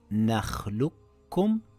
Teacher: we drop the qaf and read it as nakhlukum and not nakhluq. · Term: idgham